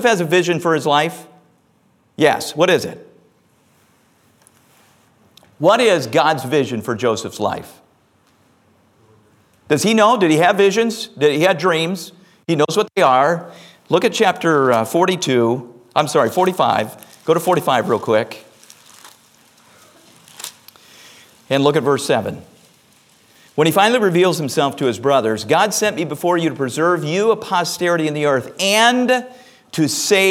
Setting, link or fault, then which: setting, large echoing room